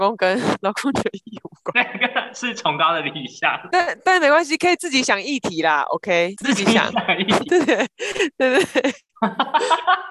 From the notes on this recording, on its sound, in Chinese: 遠距錄音。